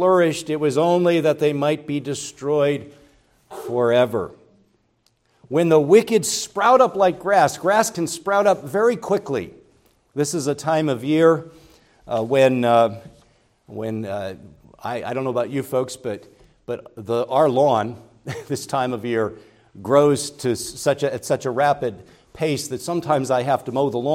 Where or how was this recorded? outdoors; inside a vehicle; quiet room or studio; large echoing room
large echoing room